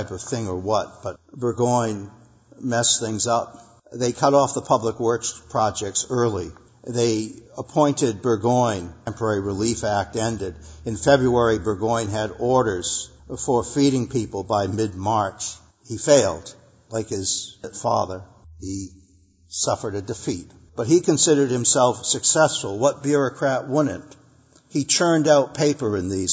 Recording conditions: large echoing room